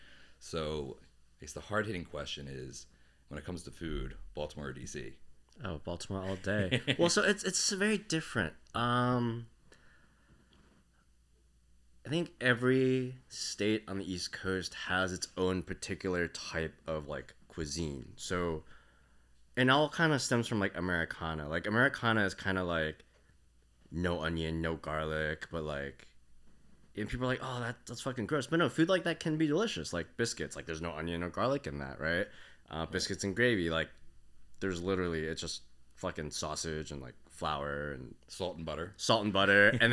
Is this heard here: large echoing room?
no